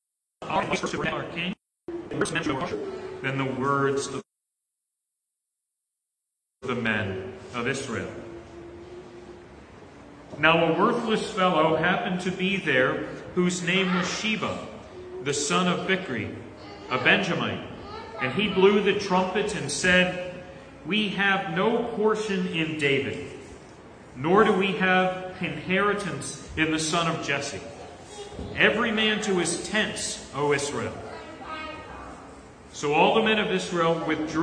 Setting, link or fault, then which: setting, large echoing room